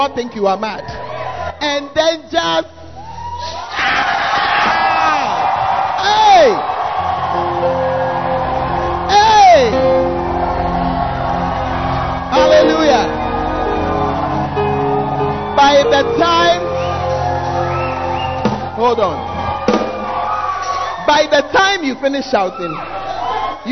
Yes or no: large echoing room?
yes